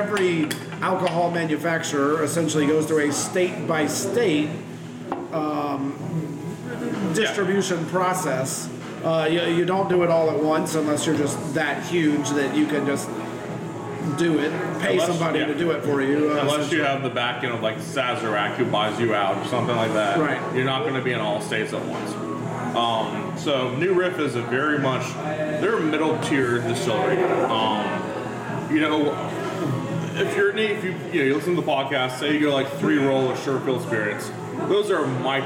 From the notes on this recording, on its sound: Bourbon Conversations At Gov't Taco.